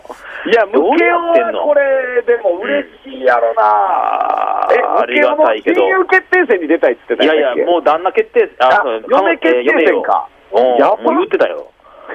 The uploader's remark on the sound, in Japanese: スタジオに不在。電話なのでお聴き苦しい音質かと思いますが、ご了承ください。